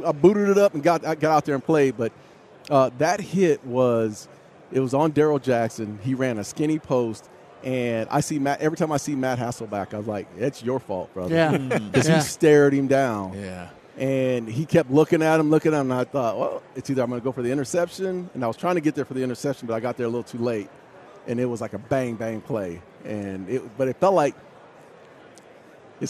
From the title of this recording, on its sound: live from Super Bowl Radio Row